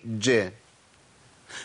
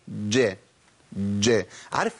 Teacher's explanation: الجيم عندي حرف في انقطاع صوت، في انقطاع نفس، في قوة غير عادية، بيلتصق اللسان في المخرج بشكل، قولوا معايا كده، طيب خلوا مكنوا وسط اللسان مع سقف الحنك، قولوا كده من غير قلقلة، وشوف الحرف هيتفك ازاي.